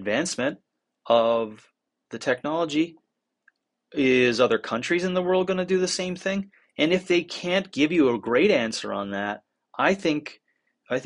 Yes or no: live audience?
no